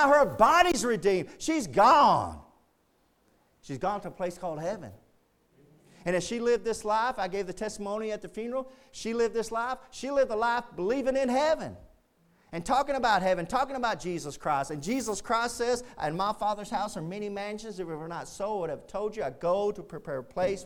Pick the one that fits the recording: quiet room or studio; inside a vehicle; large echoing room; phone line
large echoing room